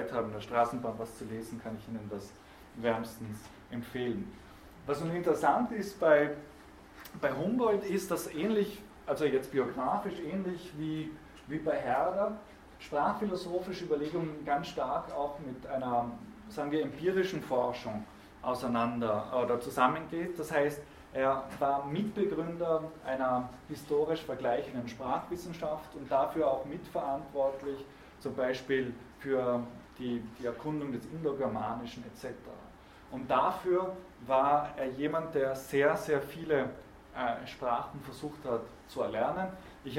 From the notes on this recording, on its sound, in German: Diese Vorlesung wurde von Studierenden aufgenommen